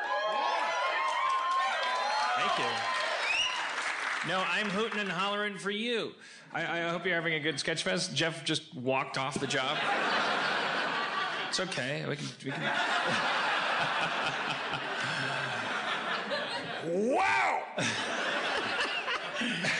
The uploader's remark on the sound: LIVE From SF Sketchfest 2017